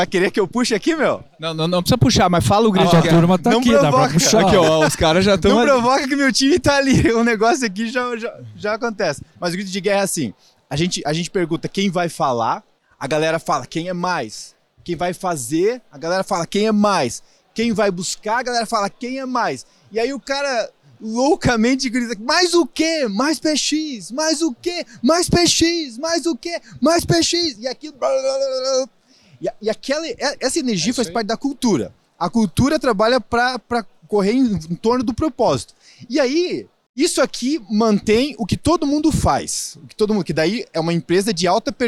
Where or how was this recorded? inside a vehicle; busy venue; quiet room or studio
busy venue